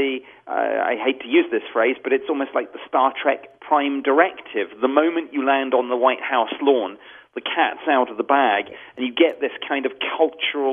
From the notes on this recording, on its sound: Take listener phone calls.